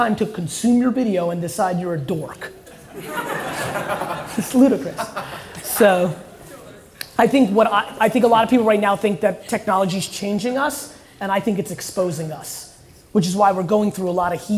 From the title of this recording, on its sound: KSwiss SP25 Launch Fireside Chat